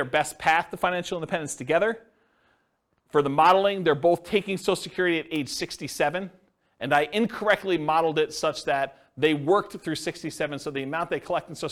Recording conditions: live audience